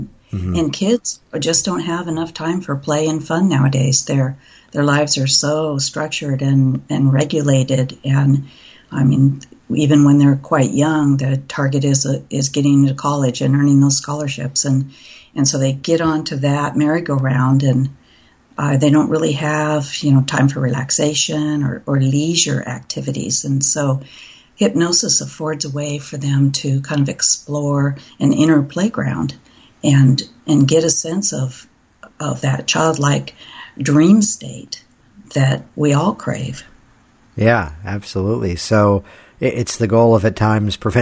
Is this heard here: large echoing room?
no